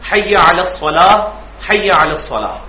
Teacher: حی علی الصلاح، حی علی الصلاح، یہ آخر میں تے ہے، الصلاۃ یہ لفظ ہے لیکن وقف ہو کر ہا بن جاتا ہے